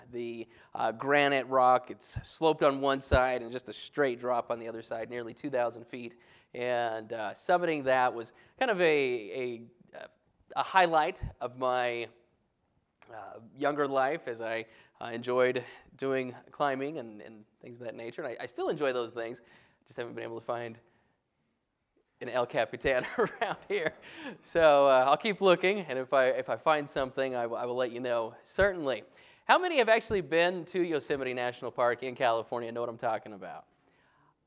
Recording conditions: large echoing room